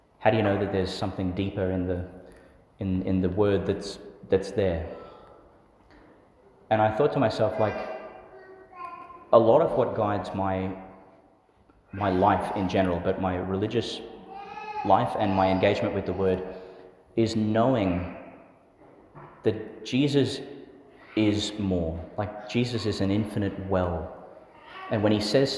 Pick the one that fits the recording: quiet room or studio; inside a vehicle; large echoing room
large echoing room